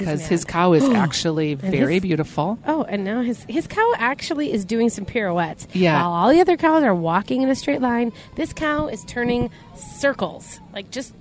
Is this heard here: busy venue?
yes